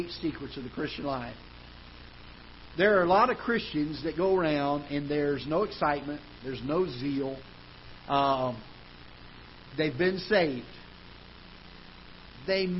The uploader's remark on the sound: Ketha Heights Baptist Church ~ Live Broadcast